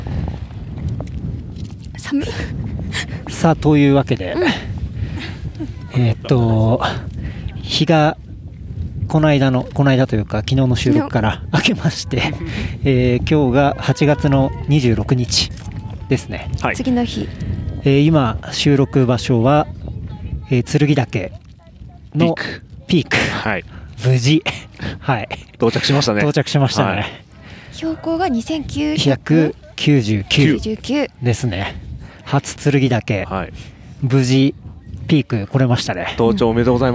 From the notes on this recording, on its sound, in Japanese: 山頂収録。早月尾根ルート。早月小屋。